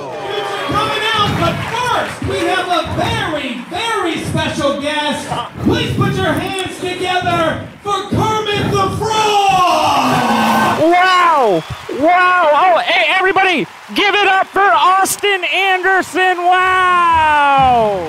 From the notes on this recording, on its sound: The official audio of the This Is Important live show that took place in Irvine, California on June 7th, 2023.